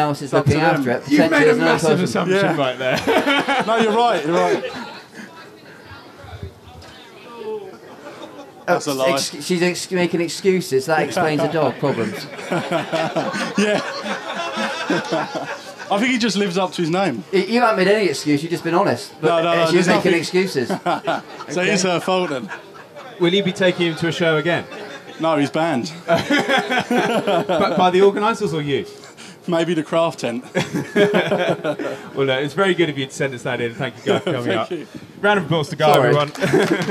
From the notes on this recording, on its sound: Our first ever podcast recorded in front of a live audience! A live audience made up of former podcast guests, celebs of the shooting world, Members of the Most Noble Order of the Garters and fans of the GunsOnPegs Podcast. Recorded LIVE at The Game Fair 2022.